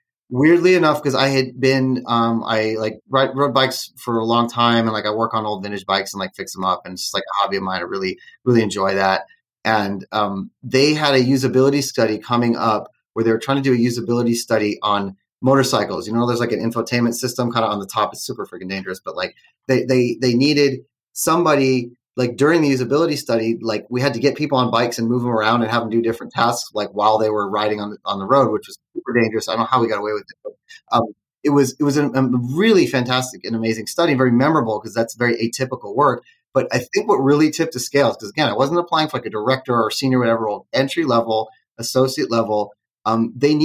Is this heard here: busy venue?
no